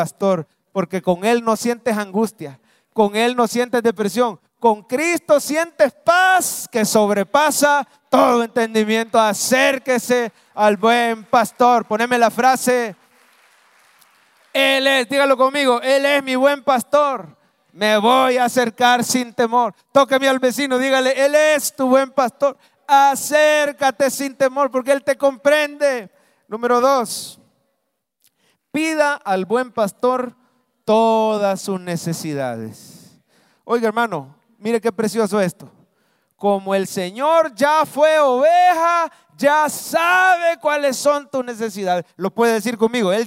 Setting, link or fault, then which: setting, live audience